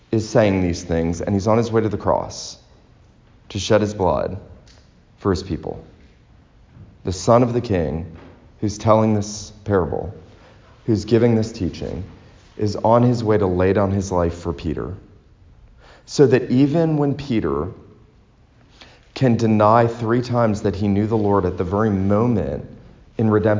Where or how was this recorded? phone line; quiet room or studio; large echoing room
large echoing room